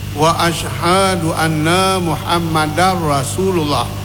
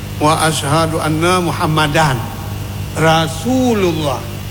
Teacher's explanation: Ini bacaan ini wajib dimasukkan bunyi dal dalam ra. · Shown in: first take · Term: idgham